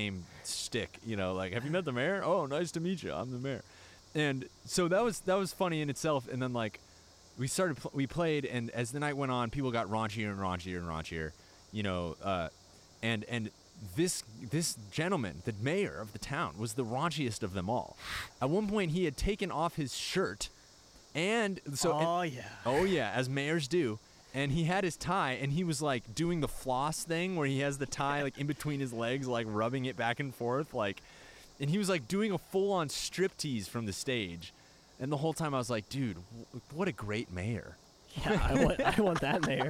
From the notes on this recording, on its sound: recorded one in the backyard